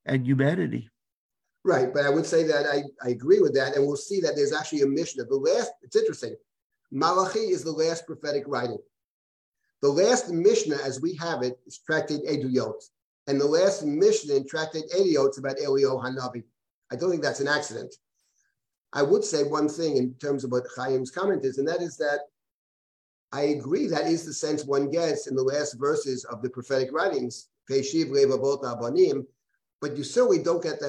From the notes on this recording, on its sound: This audio was originally captured from Zoom